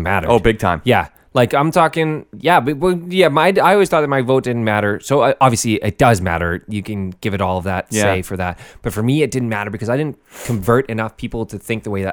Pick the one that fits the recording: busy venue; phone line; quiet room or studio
quiet room or studio